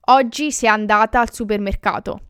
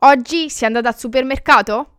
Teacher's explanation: The question, oggi sei andata al supermercato? The syllables at the end are kind of like said in a higher tone · Shown in: second take